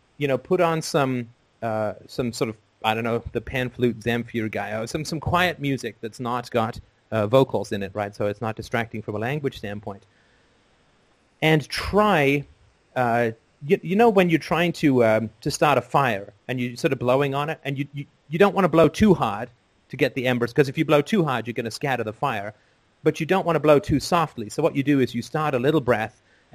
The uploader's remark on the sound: Sunday Call In Show